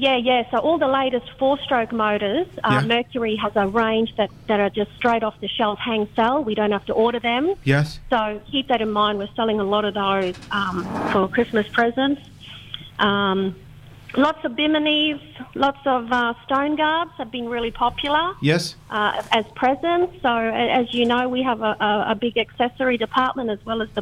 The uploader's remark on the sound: On the phone for a chat. NQ Fishing Show.